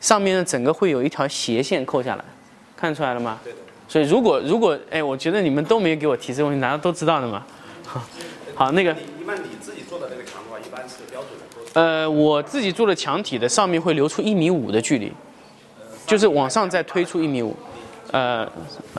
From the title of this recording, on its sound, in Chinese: 成都家具workshop 现场答疑录音